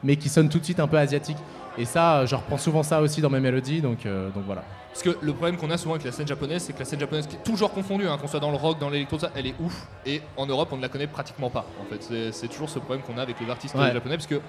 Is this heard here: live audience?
yes